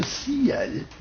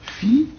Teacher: On appelle ça la diérèse, la séparation d'une diphtongue, c'est-à-dire de quelque chose qui forme une seule syllabe, en deux syllabes, voyez-vous?